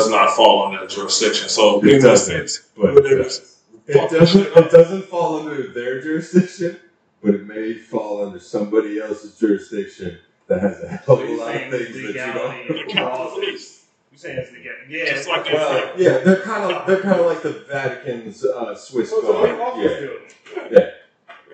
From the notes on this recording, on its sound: Sorry for the poor mic quality here